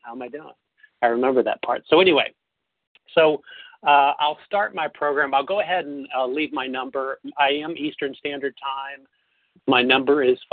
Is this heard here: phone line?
yes